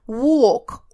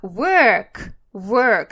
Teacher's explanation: Walk, долгий О, это у нас идти пешком, гулять, а work, work, как в слове bird, это работать.